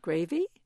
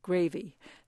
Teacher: the same word, gravy, was said by the British women with a rising intonation · Shown in: first take · gravy, that was understood as, would you like some gravy?